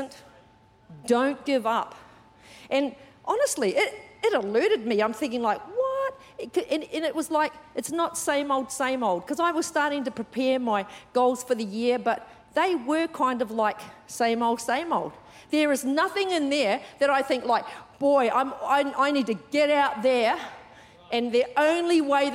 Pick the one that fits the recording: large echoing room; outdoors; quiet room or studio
large echoing room